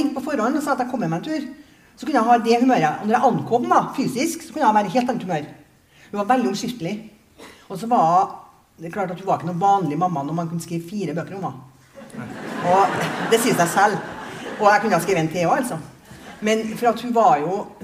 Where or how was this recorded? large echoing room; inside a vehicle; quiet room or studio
large echoing room